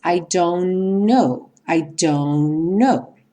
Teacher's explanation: Como o T, nós já vimos, é uma consoante oclusiva, ela também não vai aparecer. Nesse caso, a gente vai ter a junção dos dois N's.